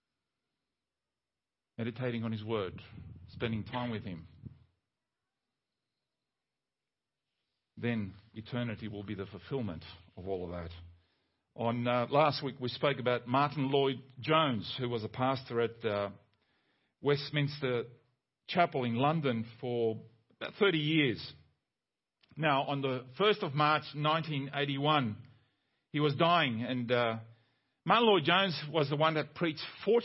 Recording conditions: large echoing room